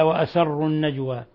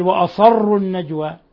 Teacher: فمثال الذي يجعل الضاد ضاء في هذا وشبهه كالذي يبدل السين صادا · Shown in: second take